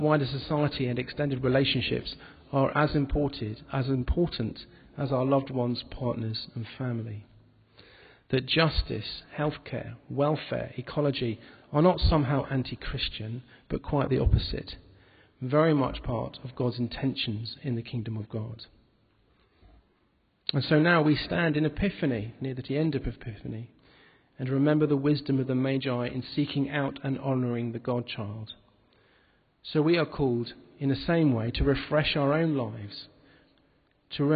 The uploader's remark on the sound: recorded at the Moot Eucharist in Epiphany 2012